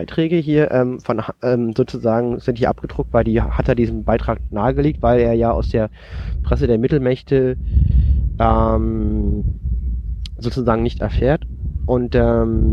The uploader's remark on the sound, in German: Wir verlassen unser Domizil und wagen uns in die Natur, um aufzunehmen. Wind, Flugzeuge und Hubschrauber wollten unbedingt auf der Aufnahme dabei sein.